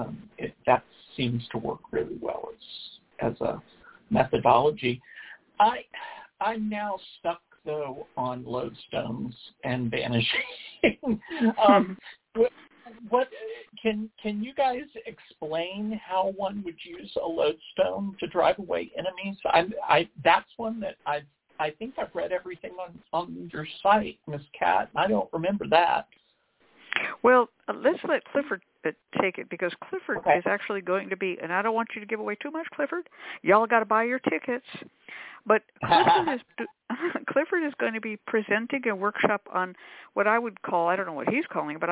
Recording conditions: phone line